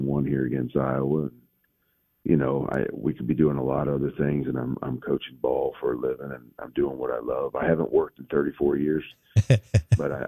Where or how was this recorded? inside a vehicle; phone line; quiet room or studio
phone line